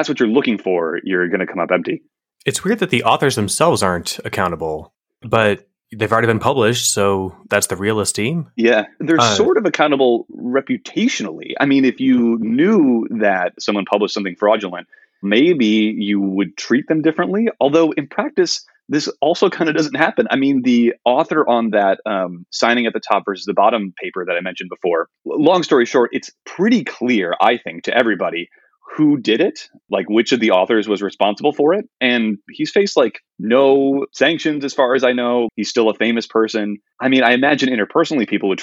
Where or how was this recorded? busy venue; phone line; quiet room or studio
quiet room or studio